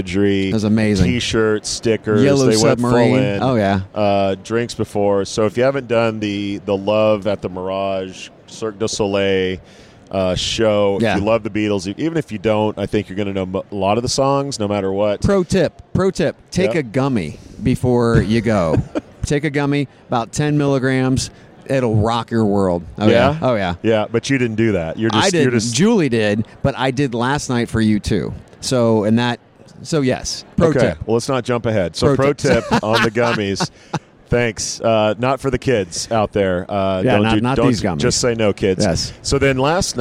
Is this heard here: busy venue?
yes